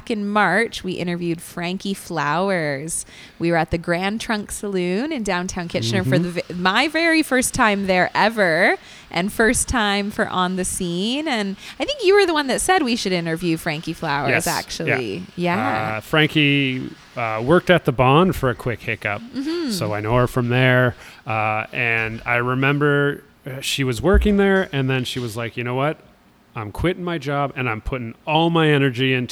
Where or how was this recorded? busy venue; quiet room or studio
busy venue